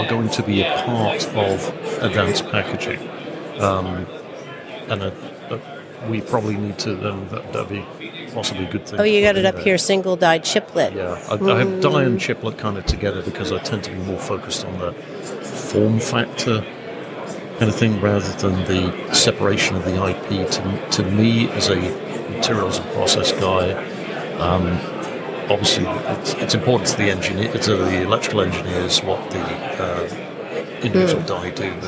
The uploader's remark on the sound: recorded at IMAPS DPC 2023